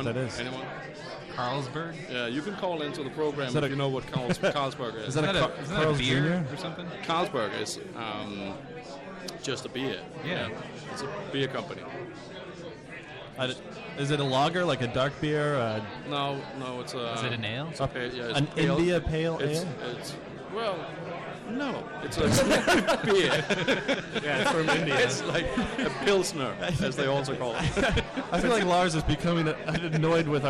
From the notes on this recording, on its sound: We broadcast live from the Sensorium Pictures film screening!